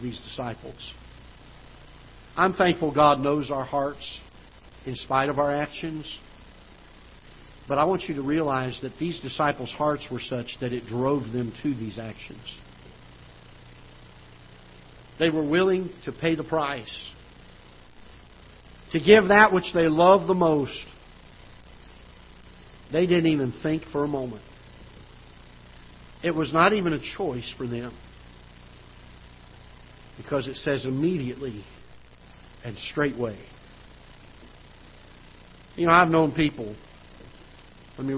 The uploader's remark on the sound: Ketha Heights Baptist Church ~ Live Broadcast